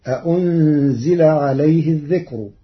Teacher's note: قرأ ورش كلمة أأنزل بتسهيل الهمزة الثانية بين فتصير أهنزل عليه، أما كلمة الذكر ففيها الترقيق لأن الكاف الساكنة ليست حاجزا مانعا من الترقيق